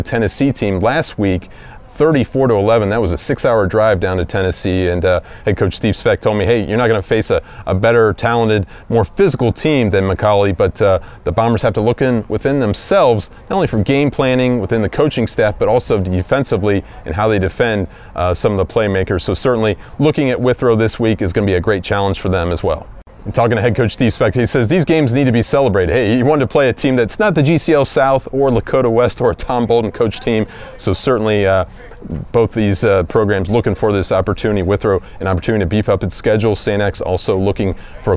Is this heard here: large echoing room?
no